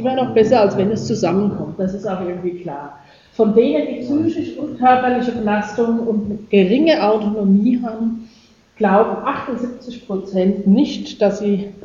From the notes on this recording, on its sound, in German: Geschnittener Mitschnitt eines Vortrags. Über Burnout in Darmstadt.